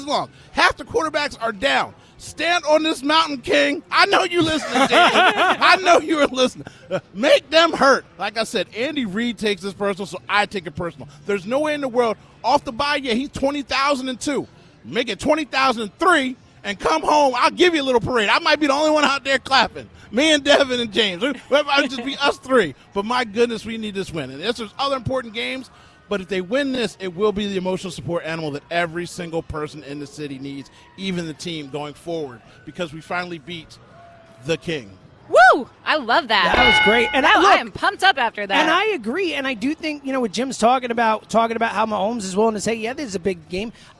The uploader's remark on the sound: live at Parx Casino